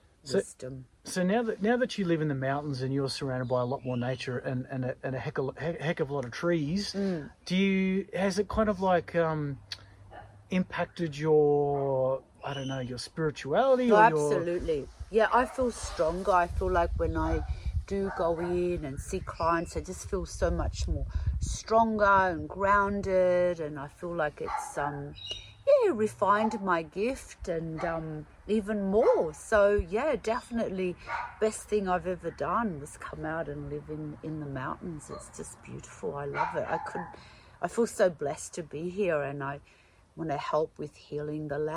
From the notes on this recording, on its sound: On this special outdoors episode of The Australian Ghost Whisperer, we head into the great outdoors.